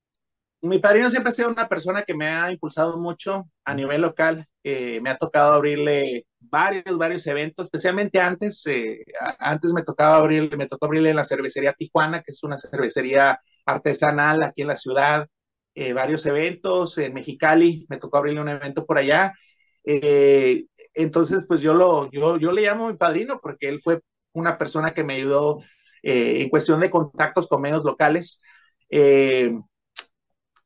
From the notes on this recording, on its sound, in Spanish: Charlamos via zoom